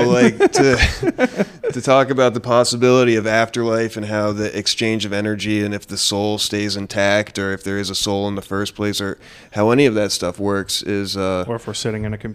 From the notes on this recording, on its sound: Live from The Lower Draw in Manhattan. Sat down for an in person live podcast recording.